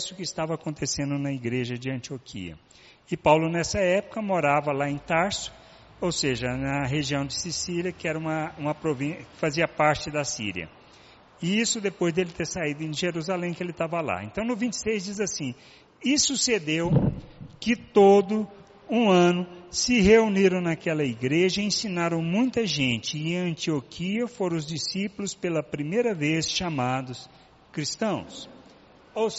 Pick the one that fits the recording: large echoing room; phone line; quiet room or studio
large echoing room